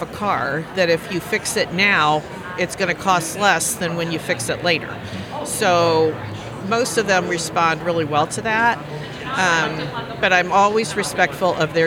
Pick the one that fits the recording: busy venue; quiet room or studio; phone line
busy venue